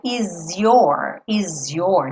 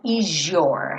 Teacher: é comum que esse S acabe ganhando um som de J · Shown in: second take